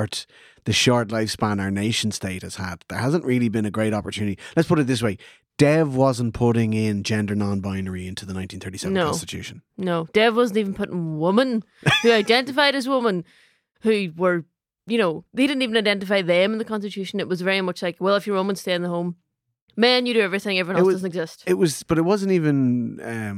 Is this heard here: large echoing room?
no